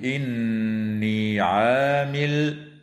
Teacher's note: وتغن النون من كلمة إني